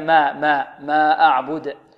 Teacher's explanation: كلمة ما يحذر الطالب من المبالغة في ترقيقها حتى تصير ممالة